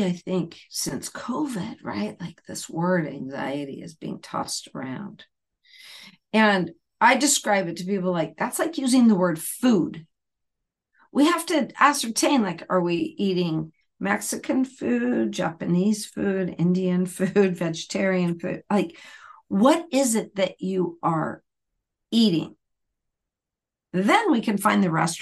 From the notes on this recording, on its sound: Live group coaching via Zoom